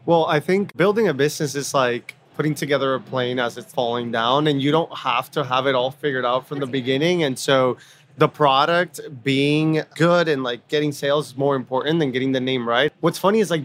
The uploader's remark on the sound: Live at INBOUND23